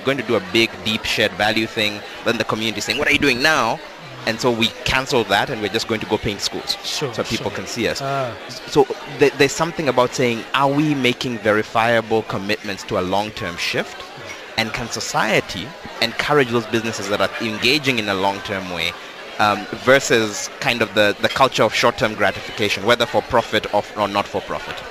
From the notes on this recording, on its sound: Africa Shared Value Summit (Outside Broadcast).